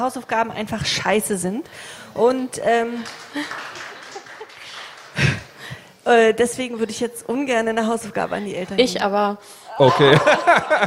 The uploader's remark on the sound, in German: Wir sammeln dazu im Vorfeld der re:publica Elternfragen und wählen die vier häufigsten aus und beantworten sie auf der Bühne. Im Anschluss bitten wir das Publikum um weitere Fragen und bieten einen Platz auf unserer Bühne.